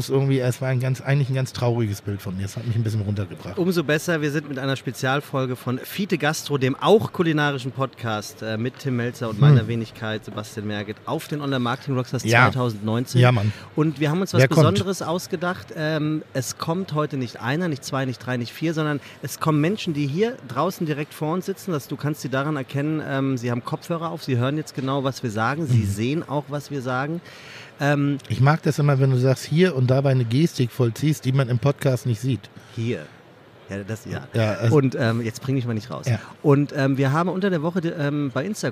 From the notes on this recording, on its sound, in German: Live vom OMR Festival 2019. Diese Online Marketing Konferenz in der Hamburger Messe nutzen sie, um ihre Hörer auch mal zu Wort kommen zu lassen.